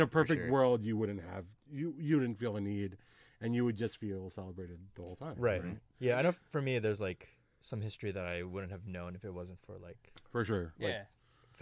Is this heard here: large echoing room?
no